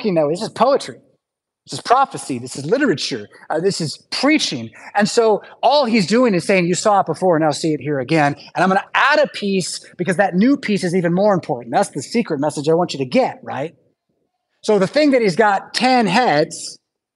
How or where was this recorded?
large echoing room